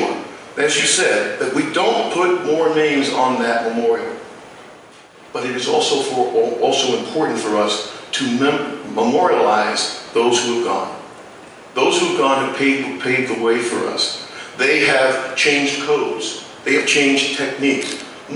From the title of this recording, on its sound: 2018 CT Fallen Fire Fighters Memorial Dinner Keynote Address